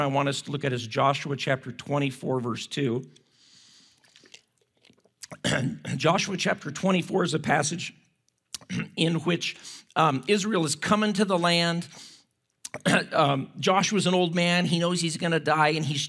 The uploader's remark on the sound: At Timberline Church - Audio.